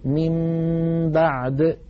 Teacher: إذن عندما يأتيني نون ساكنة بعدها باء أو يأتيني تنوين بعده باء، من بعدي، بدل أن أقول من بعدي أقلب النون إلى ميم ثم أمط غنة تلك الميم المقلوبة